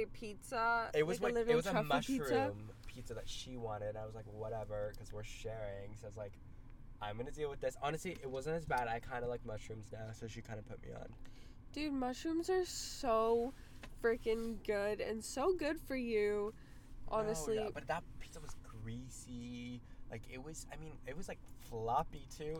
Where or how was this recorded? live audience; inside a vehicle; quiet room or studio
inside a vehicle